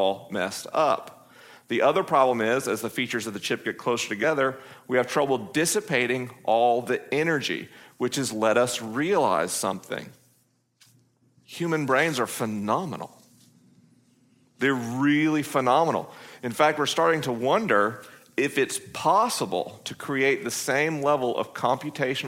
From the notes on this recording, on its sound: It's a live episode of the program this week coming from the LIMINAL Conference hosted by Ventura Vineyard .